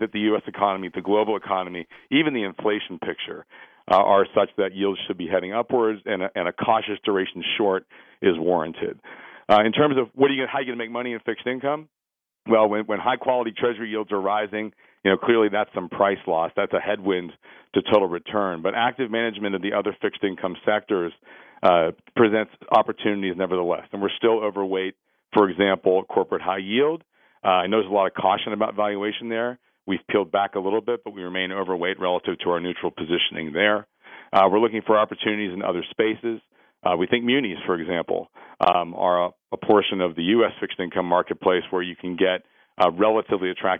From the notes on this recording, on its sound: phones in from Princeton